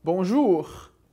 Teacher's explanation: sempre claro com o R da garganta, típico do francês